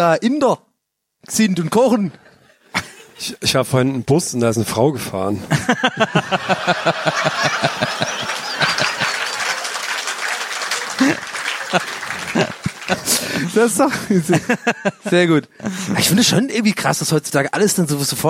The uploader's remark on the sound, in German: Live von einem Bielefelder Campingplatz. In Bielefeld.